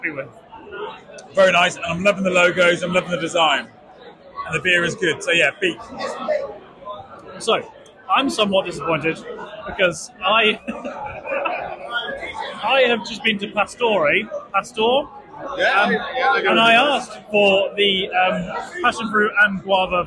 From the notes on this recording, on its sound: As our annual tradition, the boys bring you to the London Craft Beer Festival, organised by We Are Beer. The boys chat with fellow beer festival enjoyers.